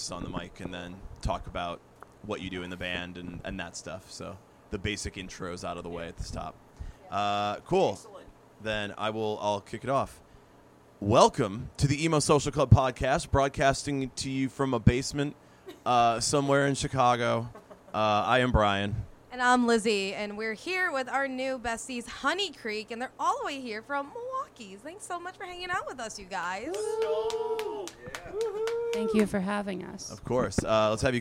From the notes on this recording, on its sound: from a LIVE recording